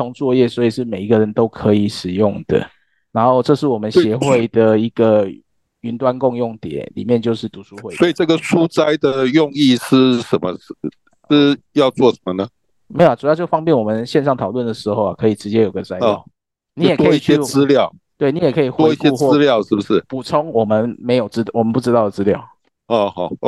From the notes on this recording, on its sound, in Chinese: ClubHouse線上讀書會的錄音已經上線。